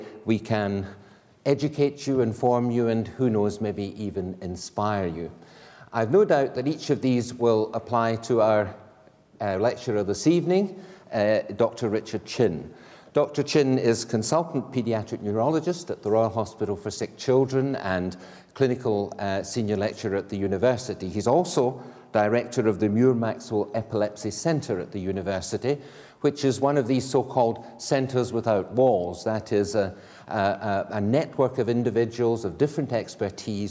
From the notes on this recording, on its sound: Recorded on 9 October 2014 at the University of Edinburgh's Anatomy Lecture Theatre.